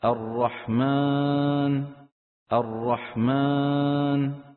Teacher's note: عم يضغط على أنفه فعم يطلع صوت الألف مخلوط بغنة